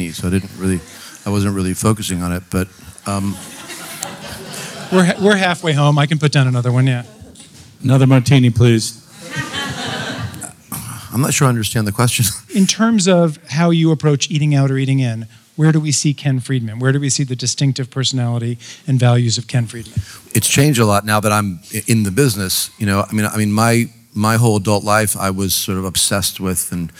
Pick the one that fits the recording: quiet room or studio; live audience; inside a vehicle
live audience